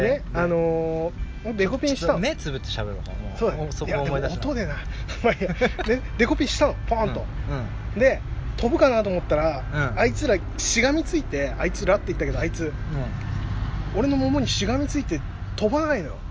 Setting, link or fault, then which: setting, outdoors